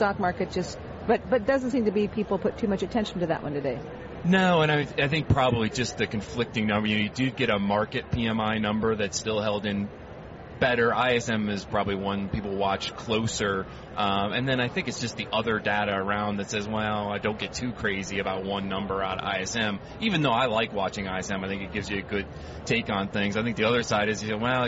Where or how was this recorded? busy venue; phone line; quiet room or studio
busy venue